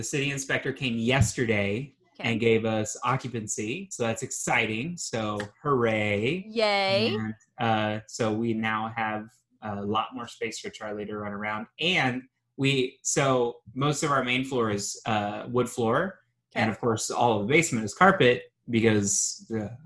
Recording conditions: video call